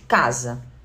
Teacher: quando a gente pronuncia a palavra casa, o S ele sai com som de Z, porque o fonema é o Z, tá?